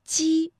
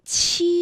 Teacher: 读七的时候会觉得要用力喷一口气 · Shown in: second take